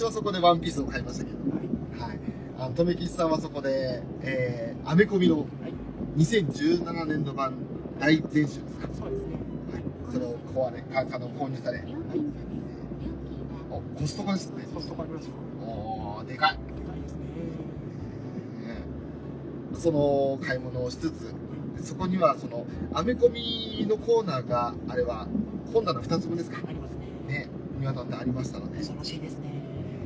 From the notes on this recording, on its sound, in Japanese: 環境音などの雑音がひどい録音状態